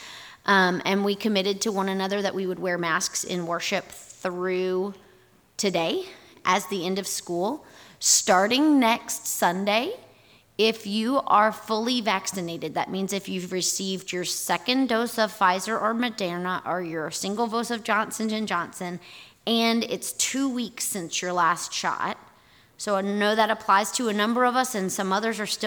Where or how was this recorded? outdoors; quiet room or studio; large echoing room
large echoing room